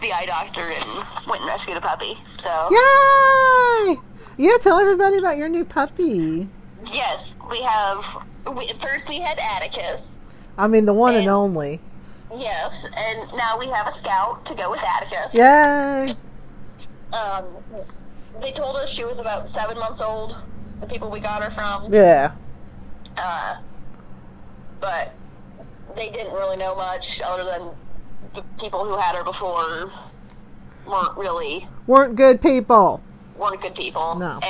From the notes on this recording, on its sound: we apologize but the sound quality is not great, since we have to record partially over the phone.